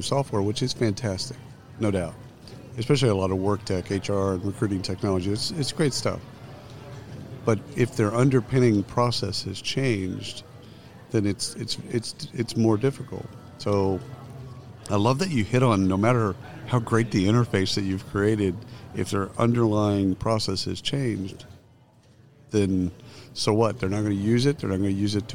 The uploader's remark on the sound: Live from SHRM 2022